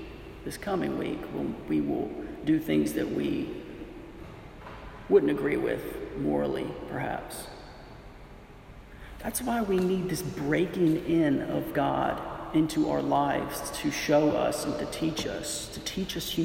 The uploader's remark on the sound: This audio is a recording of the International Church of Vilnius Morning Prayer service from June 9, 2019.